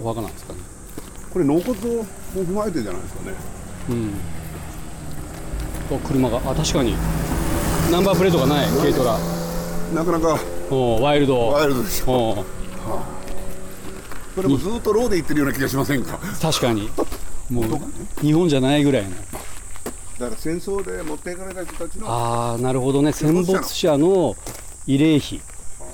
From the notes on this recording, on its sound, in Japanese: 姫島初上陸！予定も決めず、ただ島を歩いているところを録音しています。海や風の音、歩く音、雑音なども拾うので。